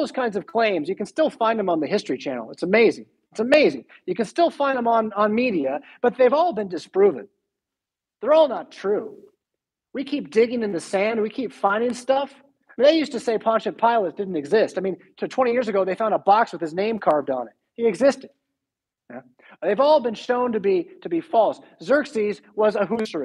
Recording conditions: large echoing room